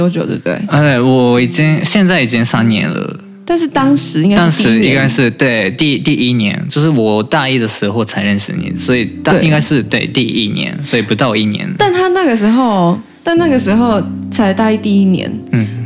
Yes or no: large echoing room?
no